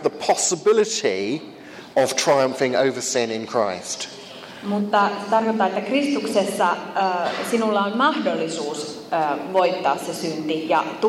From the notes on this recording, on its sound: First of two Q&A sessions on the problem of evil from a conference on the subject held in Finland, April 11th 2015.